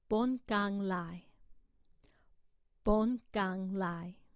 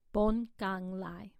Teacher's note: the original consonant on the B-O-N is halfway between a B and a P. Neither one plosive.